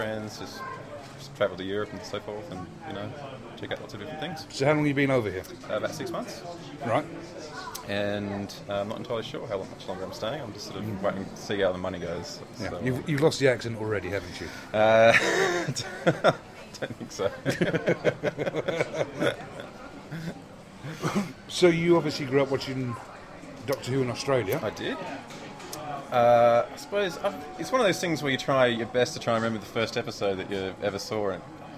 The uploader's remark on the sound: This episode was recorded at a signing event. At Waterstone’s, Lakeside , Thurrock. In attendance were various podcasters.